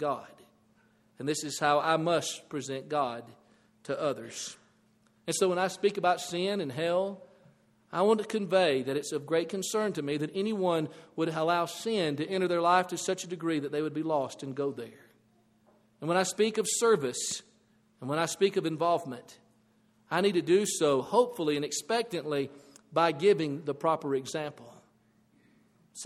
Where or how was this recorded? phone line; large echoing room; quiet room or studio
large echoing room